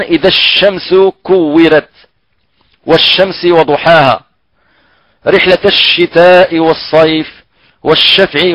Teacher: إذا هنا قلنا مخرج الياء قبل الشين، بعده يعني يخرج حرف الشين من وسط اللسان مع ما يداني طبعا قلنا من قبة الحنك الأعلى. هذه قبة الحنك، هذه تسمى الحنك الأعلى، وهذا وسط اللسان بعد مخرج الياء.